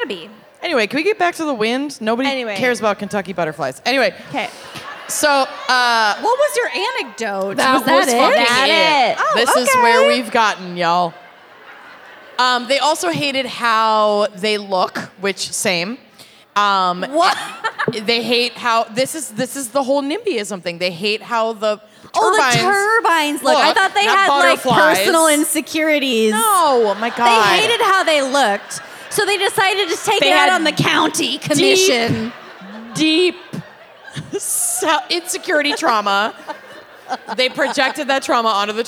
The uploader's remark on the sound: LIVE from Thalia Hall